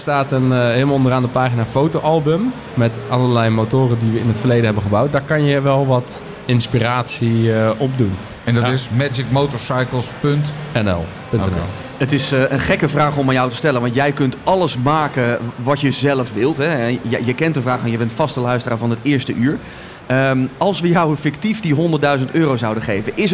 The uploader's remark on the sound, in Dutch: Deze MOTORbeurs special is opgenomen tijdens MOTORbeurs Utrecht 2024.